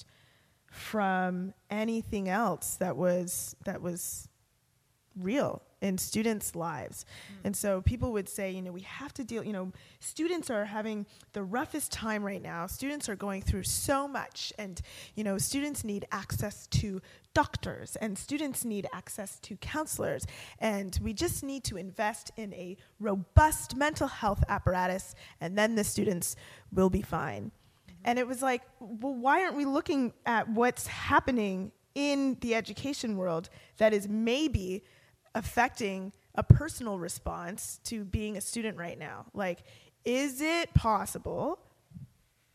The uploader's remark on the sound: live show, hosted by the YWCA in Hamilton